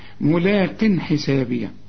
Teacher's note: التنوين اللي بعده ح مفيش غنة، الحاء من حروف الإظهار